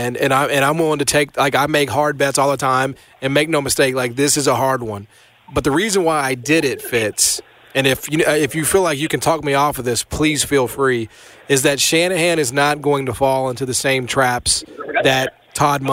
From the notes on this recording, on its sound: live from the Super Bowl Site 2024